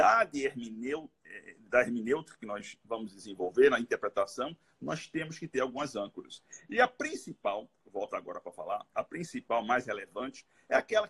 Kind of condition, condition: link, video call